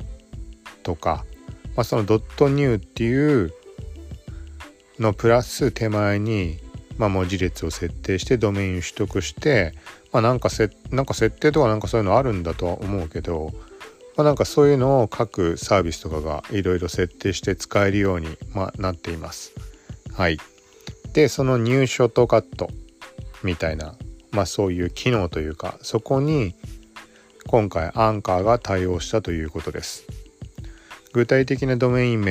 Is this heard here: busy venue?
no